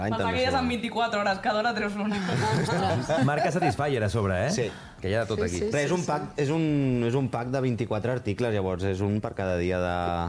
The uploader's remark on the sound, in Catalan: Des del mític estudi Toresky de Ràdio Barcelona, gravem amb públic i moltes sorpreses. Responem les preguntes dels oients assistents.